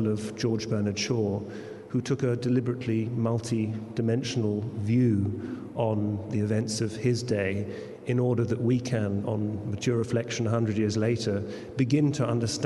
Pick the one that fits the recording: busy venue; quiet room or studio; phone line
busy venue